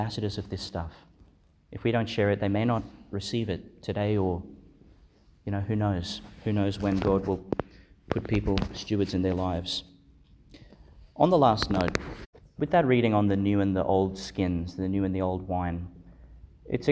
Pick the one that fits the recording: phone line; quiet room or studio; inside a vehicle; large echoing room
large echoing room